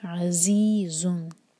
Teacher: ز کے لیے ہمیشہ بزنگ ساؤنڈ آنا چاہیے، یہ ہے عزیزوں.